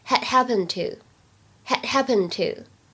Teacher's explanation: 前面两个单词当中有不完全失去爆破的现象，而后两者之间呢有完全失去爆破的现象